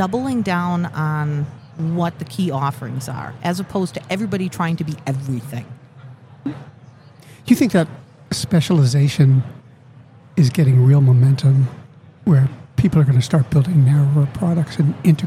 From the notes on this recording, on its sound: Live at the HR tech 2022 conference. We're bringing everything back to our roots at this HR Tech conference.